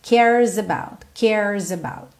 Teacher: E esse S acaba tendo um som de Z porque ele está juntando no about.